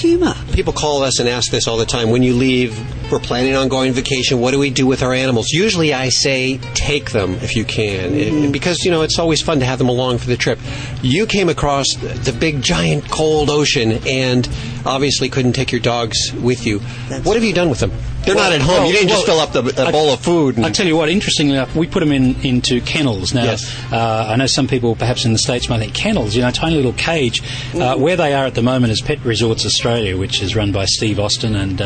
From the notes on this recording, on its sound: Live from Ventura beachside.